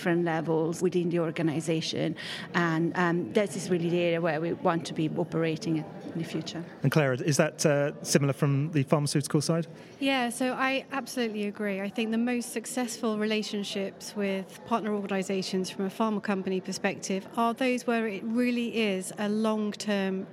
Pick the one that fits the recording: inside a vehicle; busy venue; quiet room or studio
busy venue